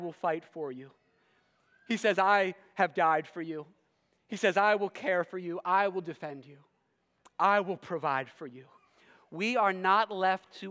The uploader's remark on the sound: preached this sermon at Covenant Fellowship Church on October 29, 2023.